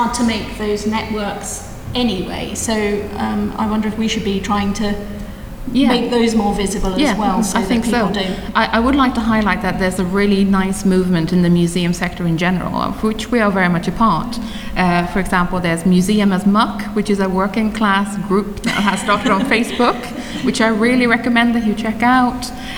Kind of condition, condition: setting, live audience